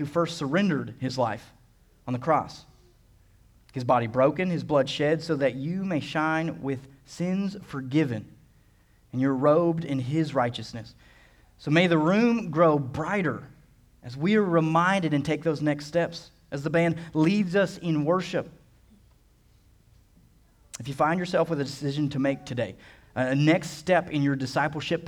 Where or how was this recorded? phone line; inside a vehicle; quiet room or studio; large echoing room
large echoing room